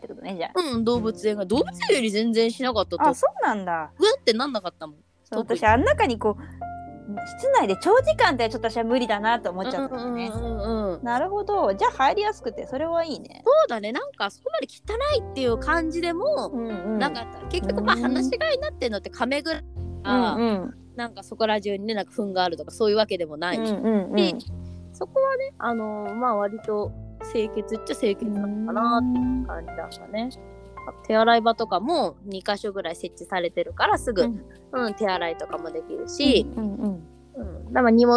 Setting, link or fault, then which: fault, drop-outs